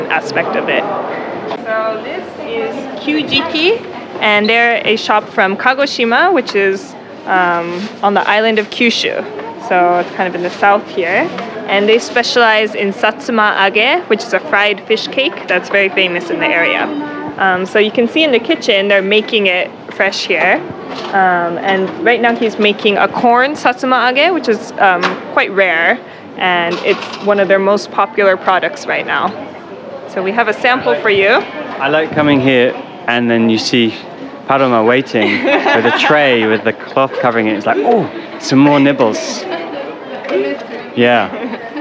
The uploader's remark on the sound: A special on location recording of the “Best Of Japan Tour” in Coredo Muromachi. The tour we went on is essentially a food tour with nibbles, you can hear our munching sounds on the podcast.